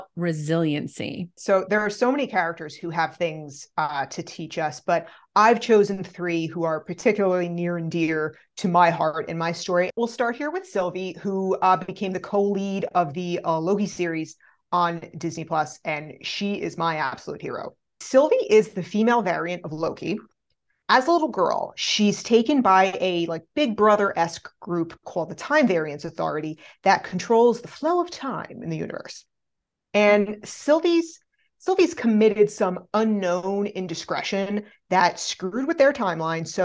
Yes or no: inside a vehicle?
no